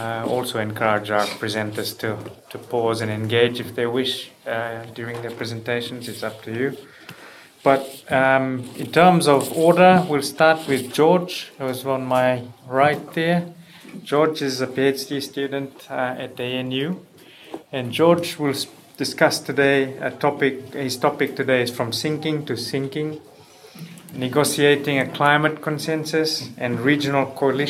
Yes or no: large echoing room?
yes